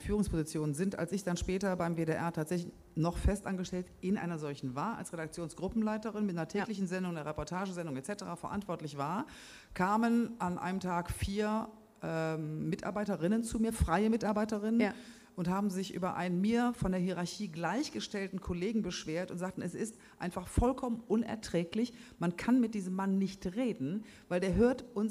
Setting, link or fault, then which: setting, live audience